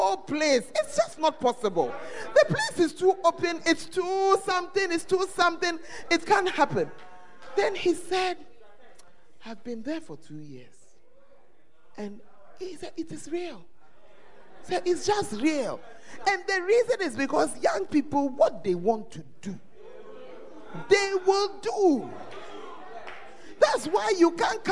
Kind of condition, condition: setting, live audience